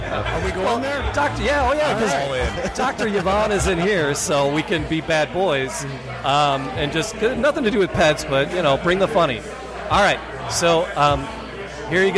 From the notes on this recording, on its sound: Live from the Podcast Detroit Meetup at a bar.